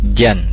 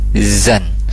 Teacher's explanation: huruf Z itu ada sofirnya ya, tidak jan tapi zan · Shown in: second take · Nah, sepertinya tadi makhrajnya itu di tengah-tengah lidah seperti huruf jim, seperti itu ya.